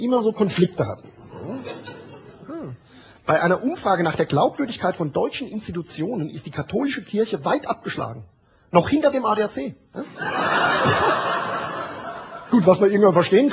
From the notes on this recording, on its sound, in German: Live-Mitschnitt vom 12./13.Februar 2005 in der Kabarettbühne "Die Käs", Frankfurt